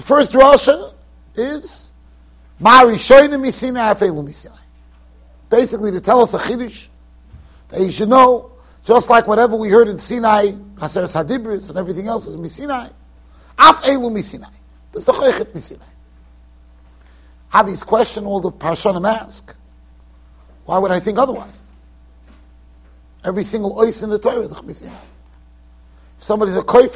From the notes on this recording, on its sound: Shiur recorded in Yeshivas Ohr Reuven, Monsey NY.